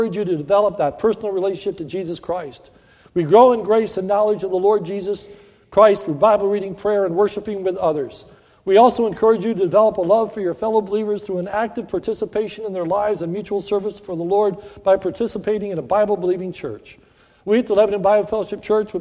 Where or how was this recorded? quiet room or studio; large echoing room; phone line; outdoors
large echoing room